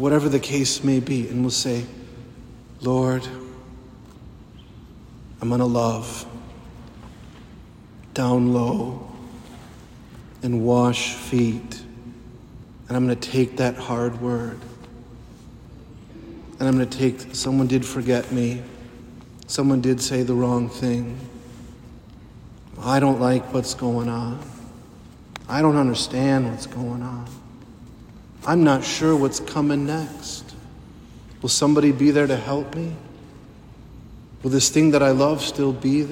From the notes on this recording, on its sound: The sermon preached at the Holy Thursday Mass of the Lord's Supper